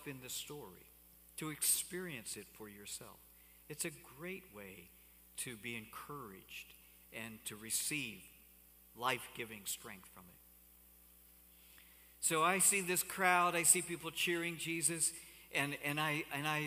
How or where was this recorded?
large echoing room